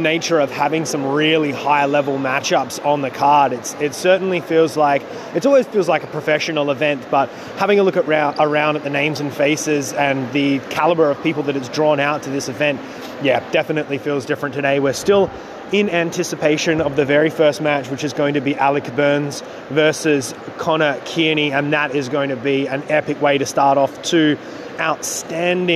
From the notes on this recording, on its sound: Another incredible showcase took place At the M16 Invitational and as always the Bat-Phone was live at the evebt to get all the behind the scenes action. We hear from competitors before and after their matches, we get spectator reactions as well as on the spot match breakdowns and commentary.